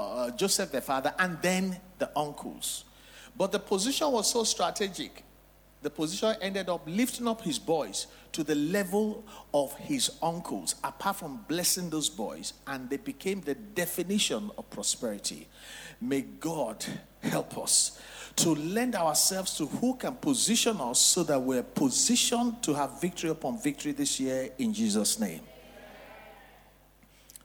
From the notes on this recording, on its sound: Recorded LIVE at our MidWeek Interactive Service on Jan 17, 2024.